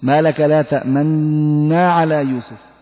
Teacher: وكيفية النطق بالإشمام في هذا الموضع أن ينطق القارئ النون الساكنة ويتبع ذلك مباشرة بضم الشفتين مع بقاء لسانه على مخرج النون، ما لك لا تأمنا على يوسف. وإخراج الغنة أكمل ما تكون، يعني زمن الغنة يكون طويلا، فإذا بدأ بنطق النون الثانية المفتوحة يقطع عمل الشفتين السابق.